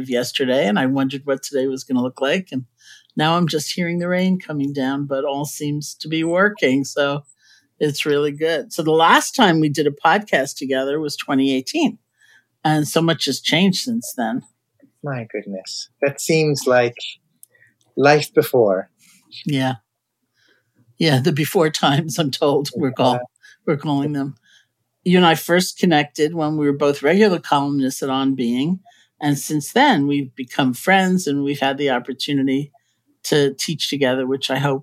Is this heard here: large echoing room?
no